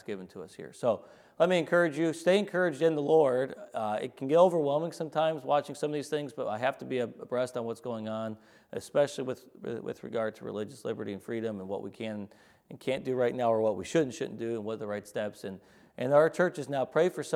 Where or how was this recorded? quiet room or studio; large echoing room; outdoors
large echoing room